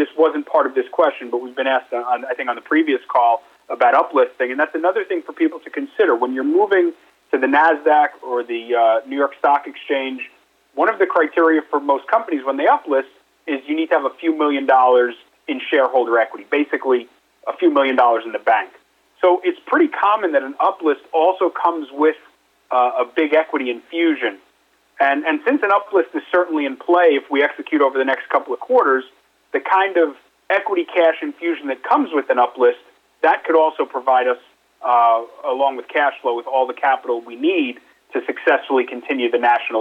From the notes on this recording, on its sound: conducted a quarterly investor conference call yesterday